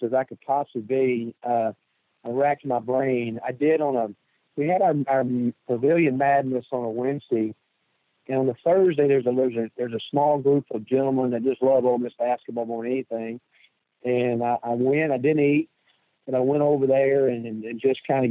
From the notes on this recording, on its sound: joins on the Modern Woodmen phone line